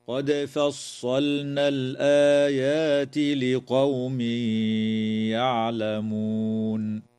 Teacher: ويدغم التنوين في الياء مع الغنة في قوله تعالى: لقوم يعلمون، وتنتهي الآية إجماعا عند كلمة يعلمون، والوقف عليها من قبيل الوقف التام. · تقلقل الدال في كلمة قد، وتظهر اللام في كلمة فصلنا وتسمى بلام الفعل